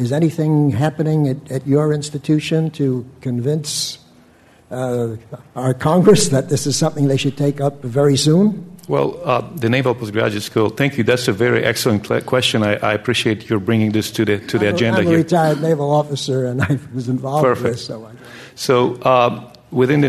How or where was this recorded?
live audience